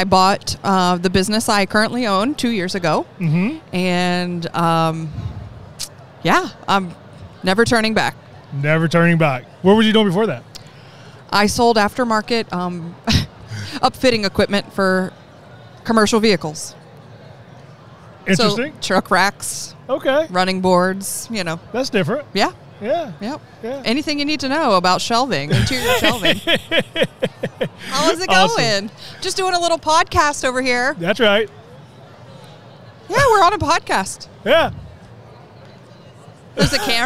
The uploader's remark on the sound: Interviews Guests at REALTORfest 2022